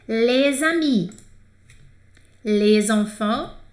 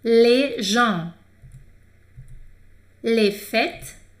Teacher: Então, quando começa com vogal, a gente junta e fica com som de Z. · Shown in: first take · Quando não começa com vogal, não pronuncia o S, tá?